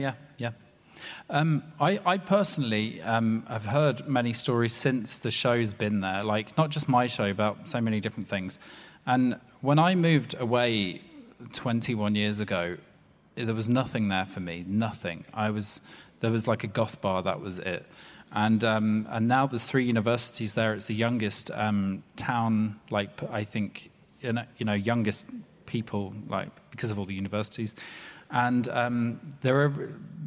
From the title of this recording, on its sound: Live at Hay Festival